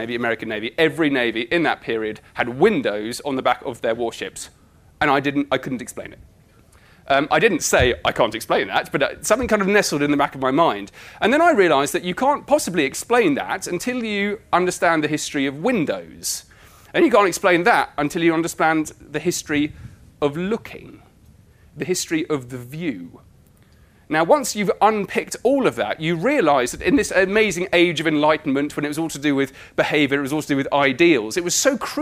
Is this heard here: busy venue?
yes